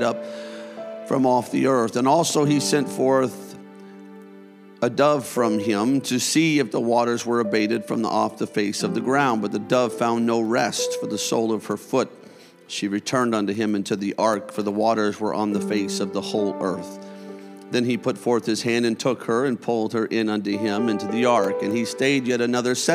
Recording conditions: large echoing room